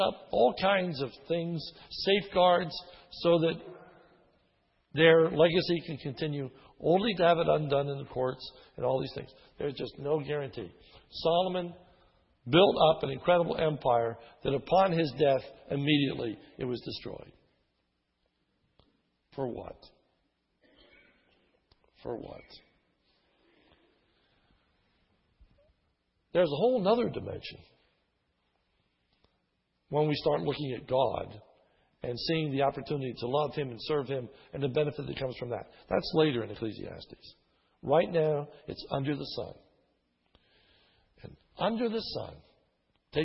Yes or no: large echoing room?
yes